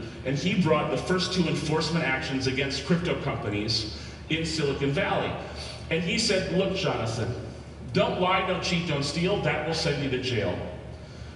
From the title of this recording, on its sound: Live from HoshoCon 2018